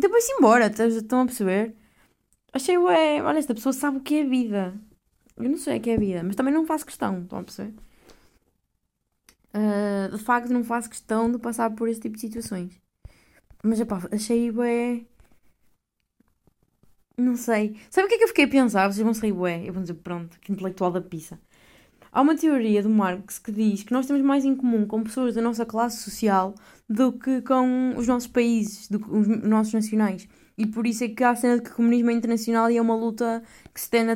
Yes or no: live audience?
no